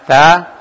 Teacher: Ta, jadi ujung lidah ketemu pangkal gigi seri.